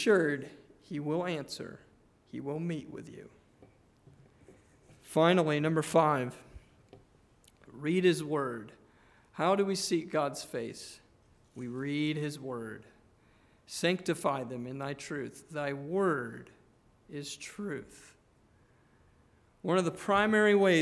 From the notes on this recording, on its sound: Preached on June 11, 2023 (Evening) at Trinity Presbyterian Church